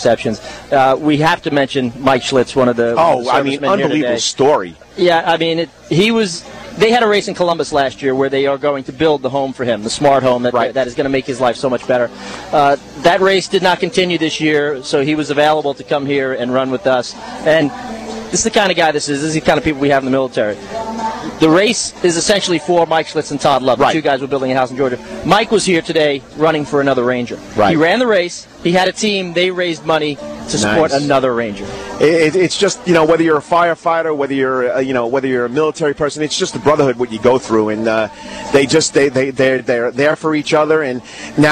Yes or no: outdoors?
yes